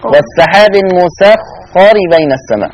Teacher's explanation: خلي بالك من تفخيم الخاء